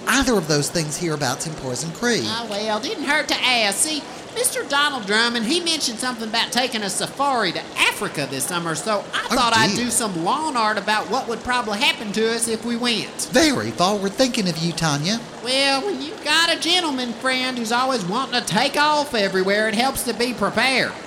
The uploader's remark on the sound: Live from center court at one of the worst shopping malls in the deep, deep, deep South. Fights off irate security guards, a water feature no one seems able to turn off, the blender at Orange Julius.